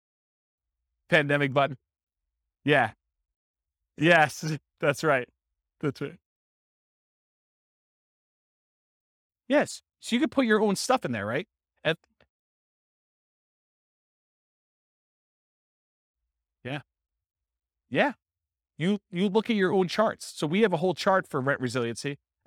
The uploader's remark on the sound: This was a live class recorded